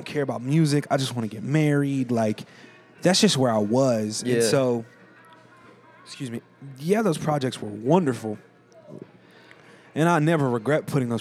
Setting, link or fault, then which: setting, busy venue